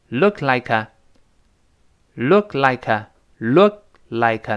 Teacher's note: 那个 look 哎，做个动作，没有这个爆破出来。like a 连到一块儿。